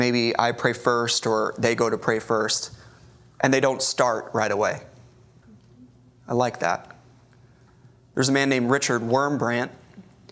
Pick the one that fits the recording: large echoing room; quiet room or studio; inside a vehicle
large echoing room